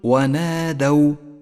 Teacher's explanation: المثال التالي احذر من اللحن عندما تقرأ كلمة ونادوا، ونادوا، فالدال مفتوحة وليست مضمومة، قل ونادوا ولا تقل ونادوا، فهو خطأ شائع.